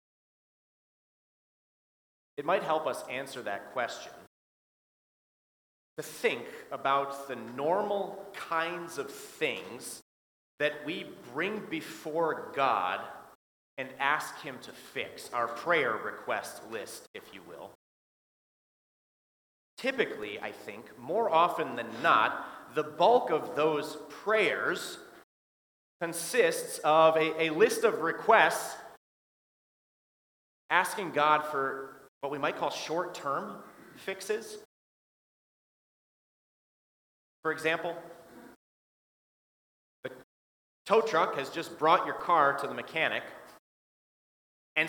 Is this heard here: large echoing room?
yes